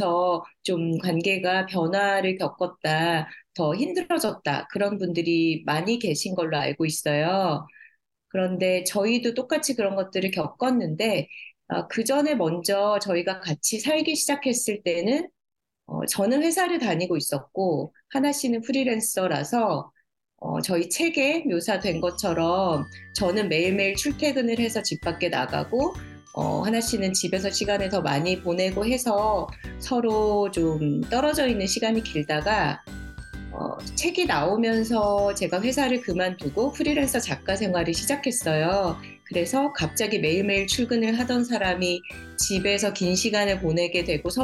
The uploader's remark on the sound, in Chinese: 连线采访